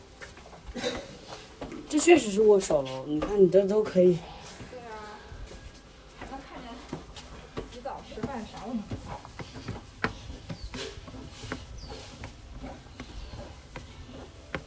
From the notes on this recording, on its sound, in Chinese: 走访了一圈深圳的城中村。我们主要选取了 南头古城 与 大芬油画村 作为两个历史与发展命运截然不同的案例。为了记录不同城中村中丰富的声音体验，本次首次采用了 现场录音。